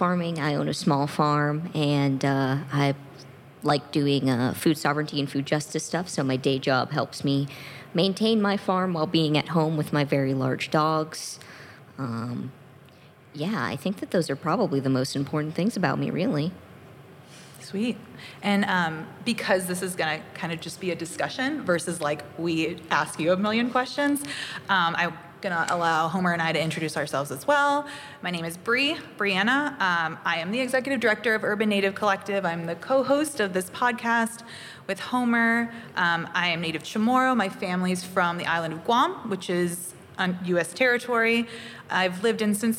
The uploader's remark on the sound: Live from the Cincinnati Playhouse. During this personal roundtable discussion.